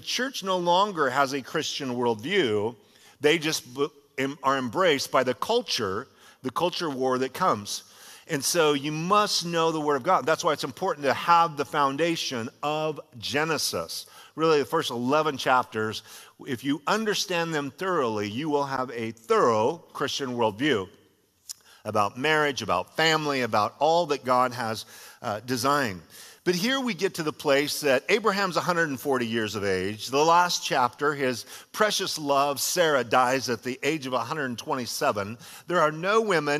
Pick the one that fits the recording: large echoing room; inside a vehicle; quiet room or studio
large echoing room